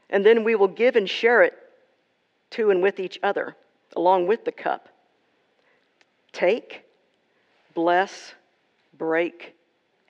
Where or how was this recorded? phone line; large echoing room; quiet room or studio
large echoing room